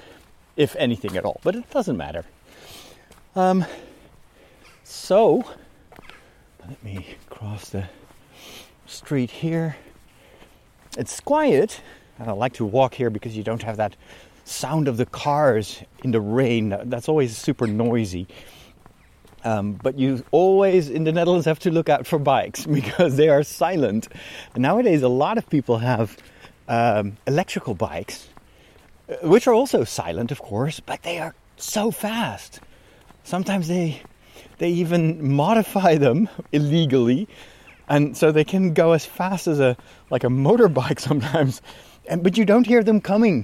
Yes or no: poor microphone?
no